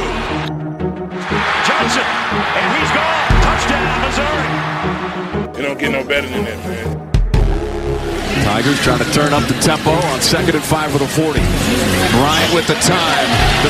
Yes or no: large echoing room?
no